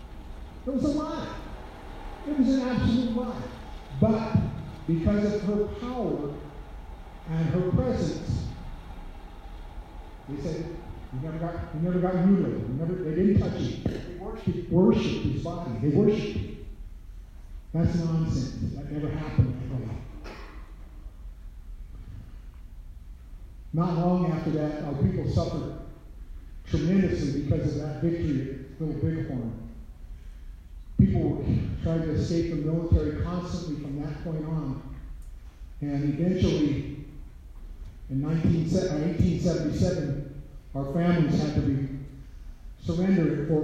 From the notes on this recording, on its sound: Recorded at North HS, lecture for all 10th grade students.